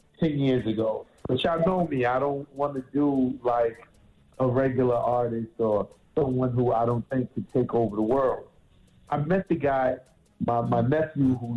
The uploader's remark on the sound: We opened up the phone lines. We had the listeners call up.